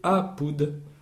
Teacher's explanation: l'accent tonique sur le A, ah, toujours sur l'avant-dernière syllabe